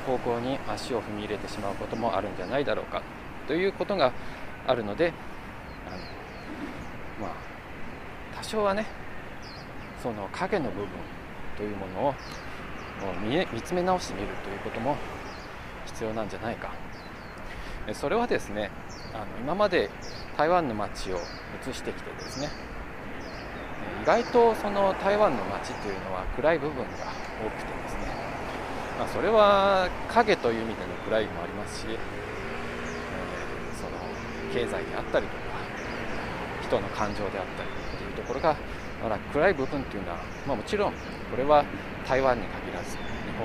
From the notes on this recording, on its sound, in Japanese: 華山1914文化創意産業園区の公園内にて歩きながらの収録。